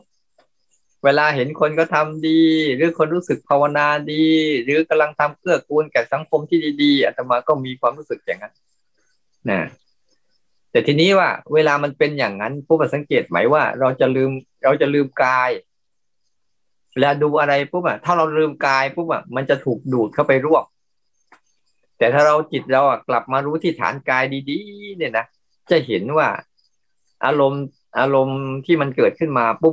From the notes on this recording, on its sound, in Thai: คอร์สออนไลน์ (ผ่านโปรแกรม Zoom)